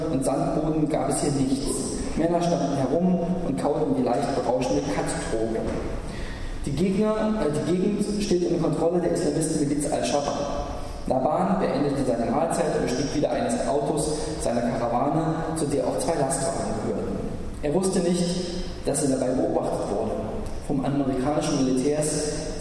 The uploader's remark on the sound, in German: In einem Vortrag in der Uni Freiburg